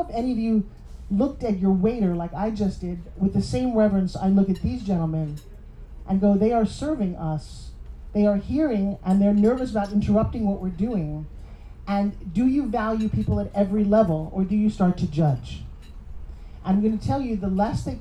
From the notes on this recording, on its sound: Today’s episode is from a VIP dinner I hosted in July 2023 with a panel of experts